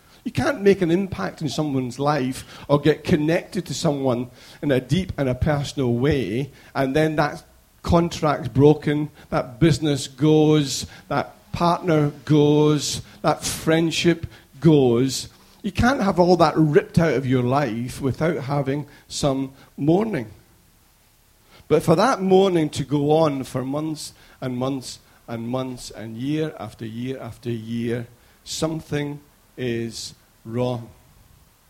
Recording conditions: large echoing room